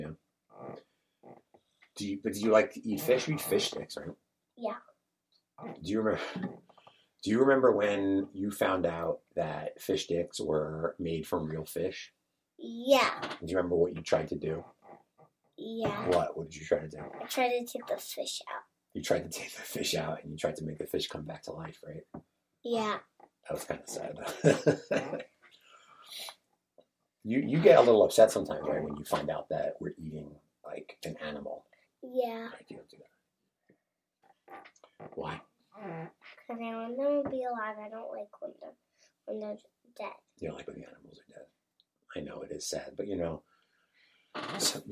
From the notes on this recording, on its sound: Presented without interruption (but with the constant sound of a chair squeaking)